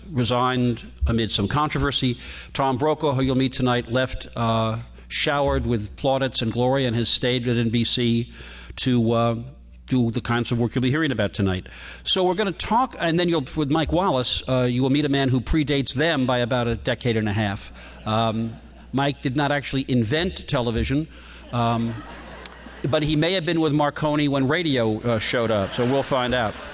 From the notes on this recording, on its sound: In this episode of Live at the 92nd Street Y.